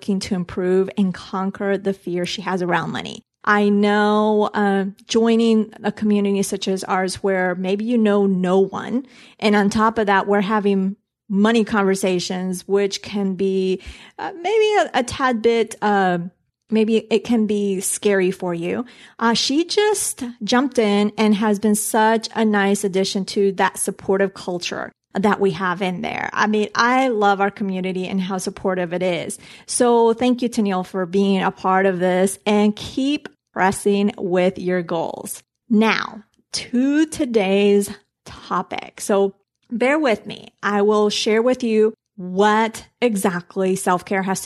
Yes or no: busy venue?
no